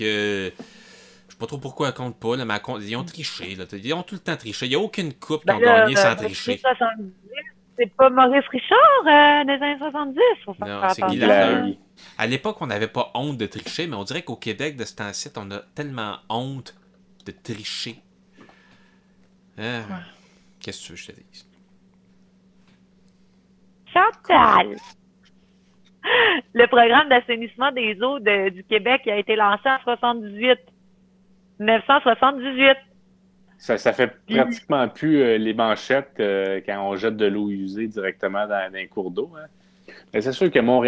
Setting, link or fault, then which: link, phone line